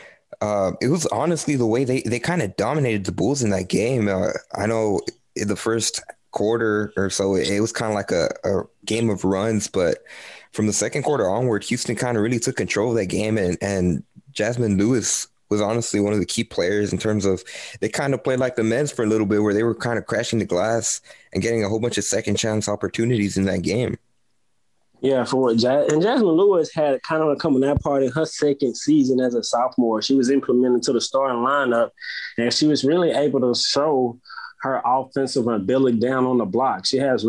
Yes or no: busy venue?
no